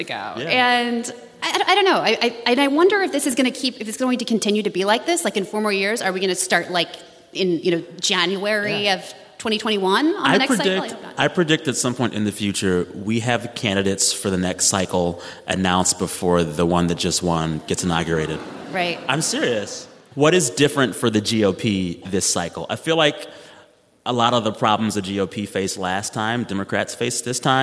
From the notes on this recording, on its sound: Live From Des Moines, Iowa. For this special live edition of the show.